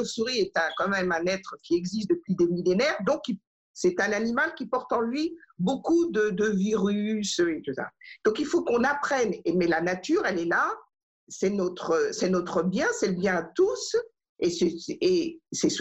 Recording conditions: video call